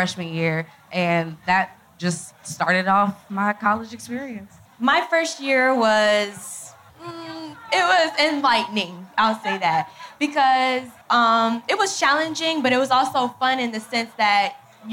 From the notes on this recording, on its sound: Live audio of The Friend Zone at the Florida Blue Florida Classic 2018 in Orlando